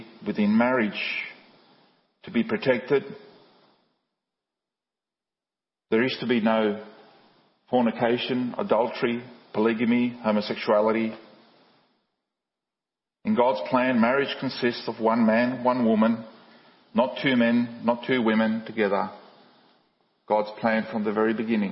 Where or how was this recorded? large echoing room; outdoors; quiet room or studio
large echoing room